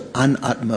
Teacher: the negating particle, when it comes before a of atma, becomes an.